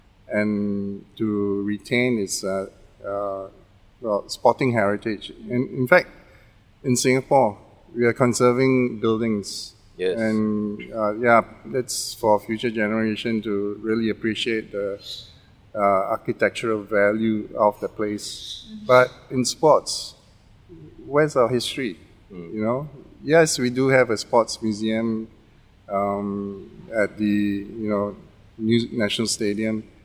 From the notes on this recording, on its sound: in this recording at Farrer Park itself